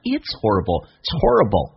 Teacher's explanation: 它在口语化当中有时候快速的时候，我讲的是快速，有可能发成 ts。It's that's what's 都可以发成 ts，偷懒。变成 horrible，所以你很难听到的 it'shorrible， it'shorrible，这是第一个。